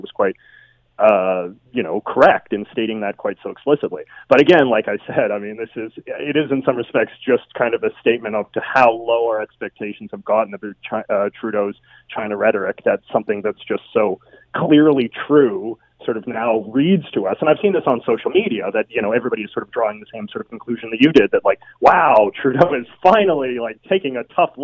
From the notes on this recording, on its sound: opens up the phone lines to get your take